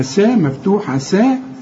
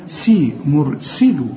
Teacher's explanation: السين تكون أكثر رقة لأنها مكسورة · Shown in: second take